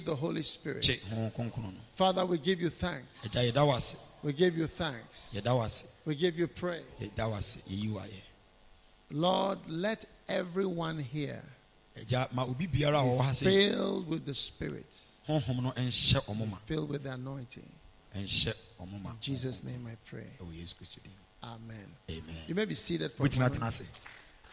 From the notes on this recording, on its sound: Preached at the Healing Jesus Campaign Pastor's Conference in Kyebi, Ghana